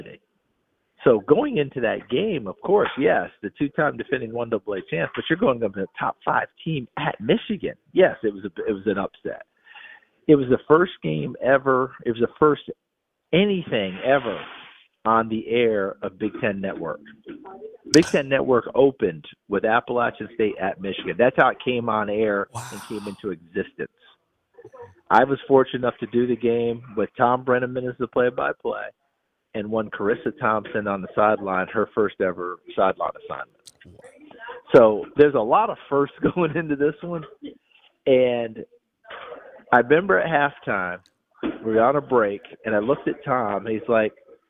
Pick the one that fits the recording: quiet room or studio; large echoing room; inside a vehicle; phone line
phone line